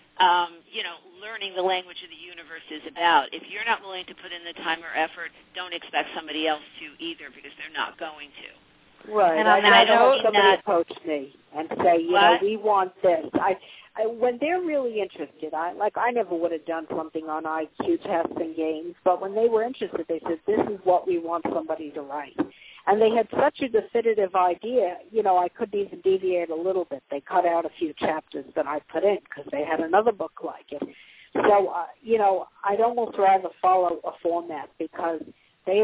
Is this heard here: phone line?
yes